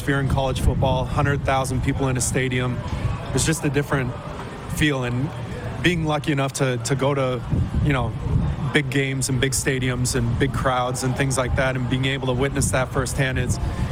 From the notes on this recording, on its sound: LIVE from the Beachouse in Pompano, FL